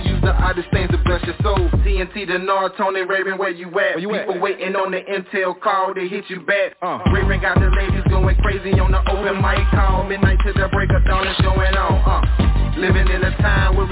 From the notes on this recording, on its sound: TNTSuperfantastic Conference Call